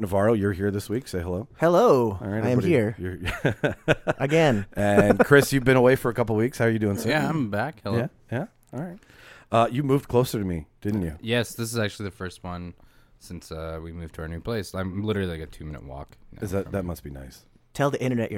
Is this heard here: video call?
no